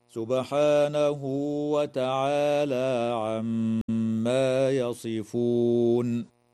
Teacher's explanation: تقلقل الباء في كلمة سبحانه وتغن الميم في كلمة عما